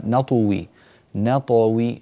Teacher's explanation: نطوي حرف الطاء لما تقلقله لا تجعله مقلقلا مائلا للضم لأنه بعد واو. نطوي نطوي لا تضم الشفتين إلا بعد أن تنتهي من القلقلة.